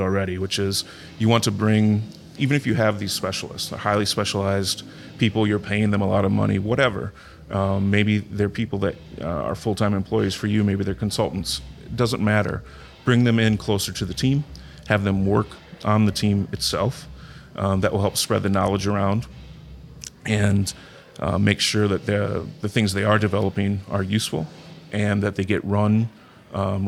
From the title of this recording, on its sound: Live From Agile Midwest